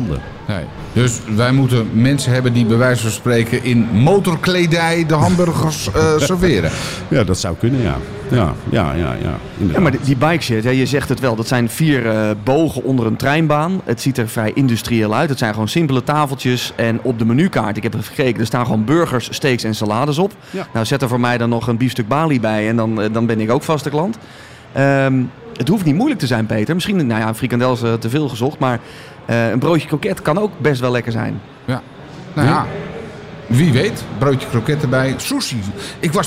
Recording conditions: busy venue